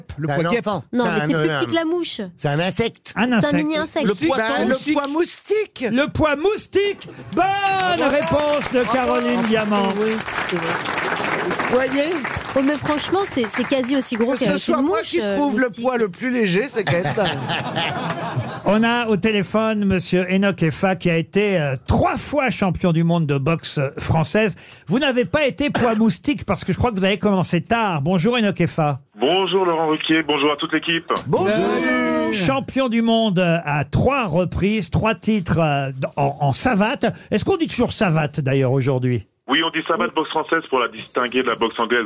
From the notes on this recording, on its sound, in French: au téléphone des Grosses Têtes